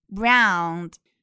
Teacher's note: 注意其中的 ou 发的是双元音，au，由啊到 u 滑动的一个双元音